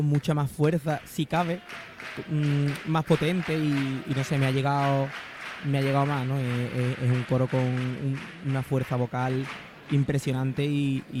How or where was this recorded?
live audience